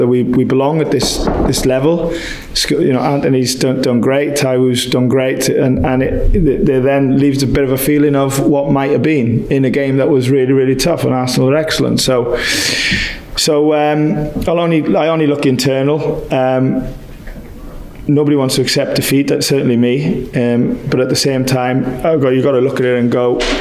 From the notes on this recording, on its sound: Post Match Press Conference. Away at the Emirates.